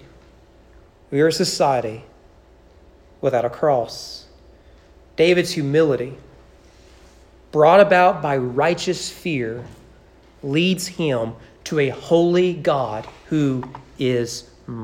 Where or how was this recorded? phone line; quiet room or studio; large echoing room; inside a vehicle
large echoing room